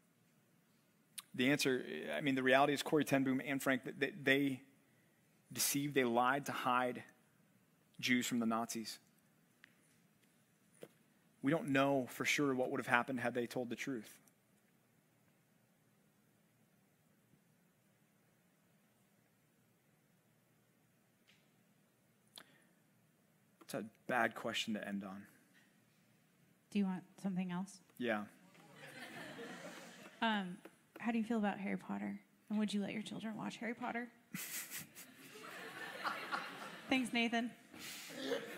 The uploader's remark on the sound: Live Q&A at The Bridge College Ministry at Compass Bible Church